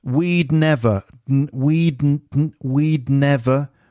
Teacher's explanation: It's harder to hear the duh there in the had.